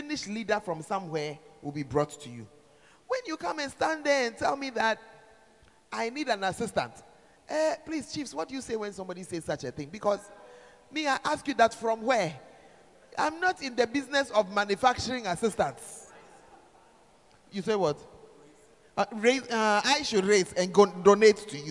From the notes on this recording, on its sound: Preached At The 12 Foundations Of The Bacenta Camp